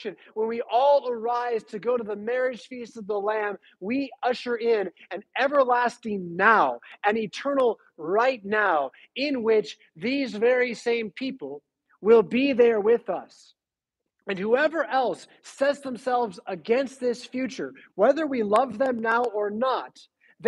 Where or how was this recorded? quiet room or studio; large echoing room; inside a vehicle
large echoing room